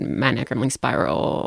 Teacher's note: there's just like a gravelly fry · Term: vocal fry